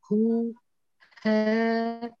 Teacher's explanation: هاء خالصة لا تخلطيها بالحاء